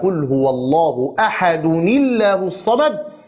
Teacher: فلما التقى ساكنان حرك التنوين بالكسر تخلصا من التقاء الساكنين